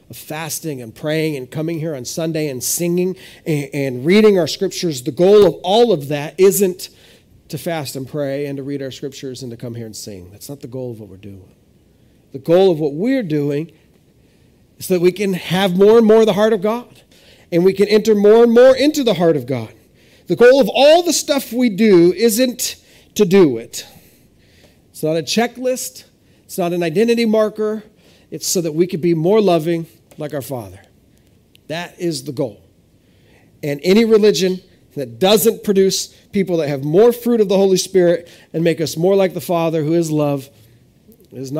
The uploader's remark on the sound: This is audio ripped from the Live Service video.